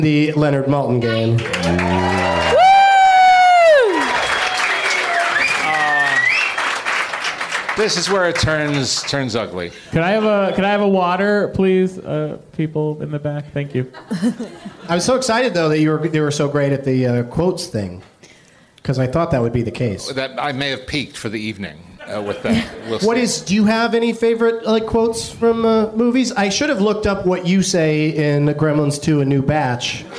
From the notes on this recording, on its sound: Live from the American Comedy Company in San Diego